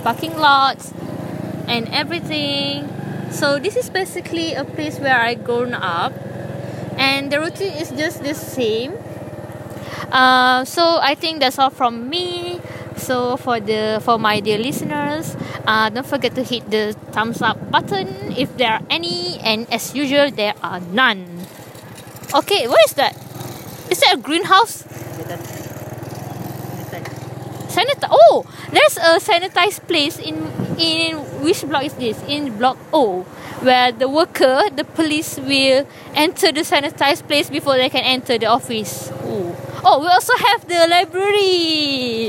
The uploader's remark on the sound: sorry listeners I'm on motorcycle during the recording